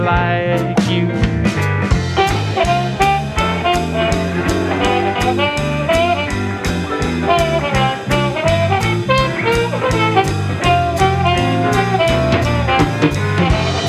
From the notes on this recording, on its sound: Live at the Crosskeys Tavern, Chillicothe Ohio January 2019.